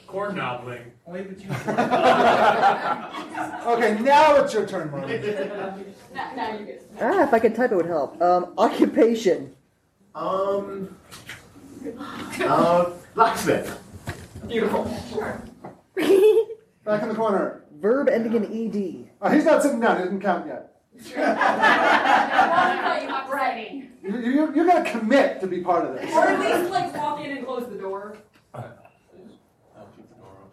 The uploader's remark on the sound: Balticon Bonus Episode. Turn sexy scenes into hilarious mad-libs with the help of the audience.